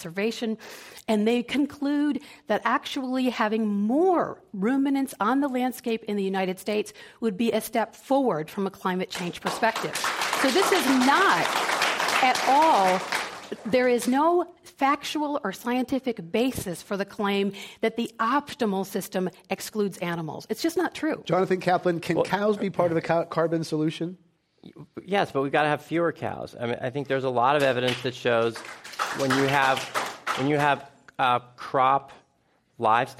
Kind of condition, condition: setting, live audience